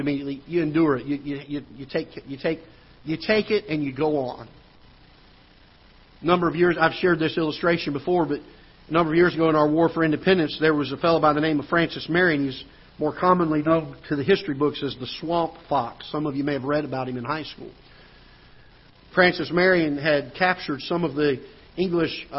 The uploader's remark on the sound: Ketha Heights Baptist Church ~ Live Broadcast